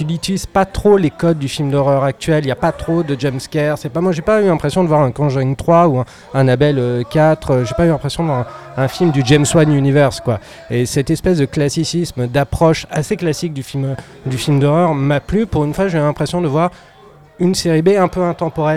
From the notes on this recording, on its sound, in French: Enregistré au Hurling pub (8 Rue Descartes, 75005 Paris), le vendredi 12 avril 2019.